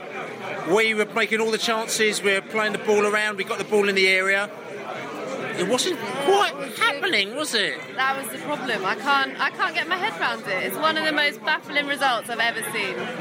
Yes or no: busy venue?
yes